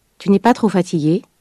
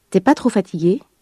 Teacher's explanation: В разговорном языке местоимение «tu» перед гласным звуком произносится как «t», «t» апостроф. · Shown in: second take